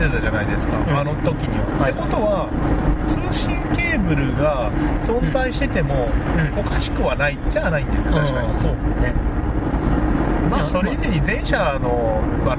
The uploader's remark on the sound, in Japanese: 車中での録音のためノイズが入っています。